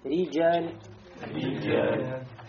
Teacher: она муроккака, то есть ри, а не ры